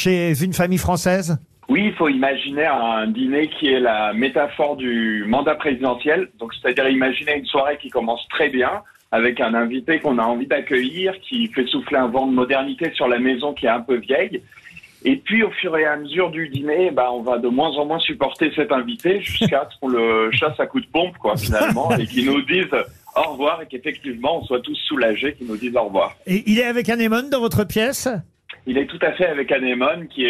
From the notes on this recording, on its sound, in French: LE COUP DE FIL DU JOUR. Était au téléphone des Grosses Têtes.